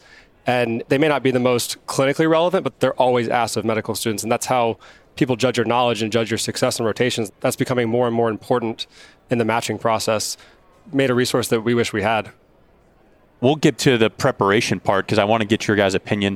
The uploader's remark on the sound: Recorded live at the 2023 Annual Meeting.